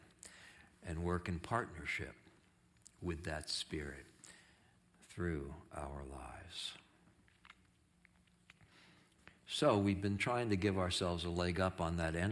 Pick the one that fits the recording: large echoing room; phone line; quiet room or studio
large echoing room